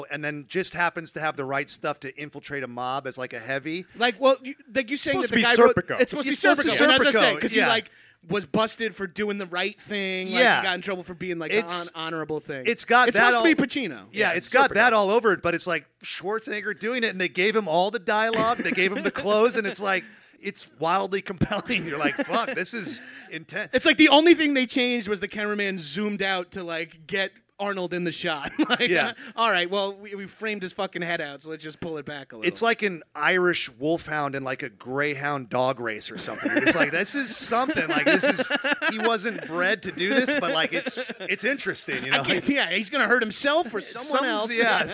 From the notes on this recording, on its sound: live at the IMPROV HOLLYWOOD